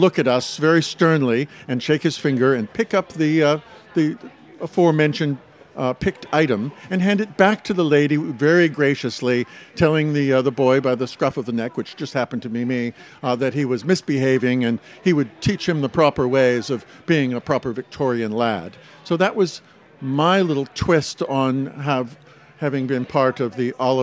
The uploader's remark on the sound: Live Show — The Great Dickens Christmas Fair. It's Christmas Past's first live show! Recorded outside the Great Dickens Christmas Fair in San Francisco. This is the first time the Dickens Fair has hosted a live podcast recording. Enticing aromas of roasted chestnuts and hearty foods fill the air.